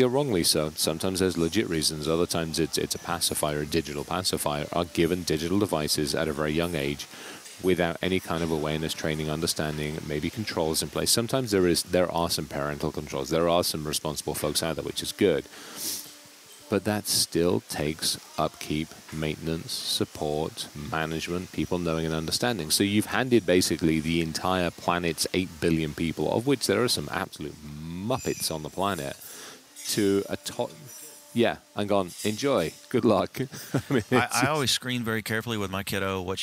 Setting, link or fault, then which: setting, busy venue